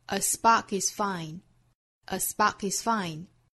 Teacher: 正好是四个单词，节奏模式是弱重弱重，哒哒哒哒，a spark is fine, a spark isfine。最后 as long as it's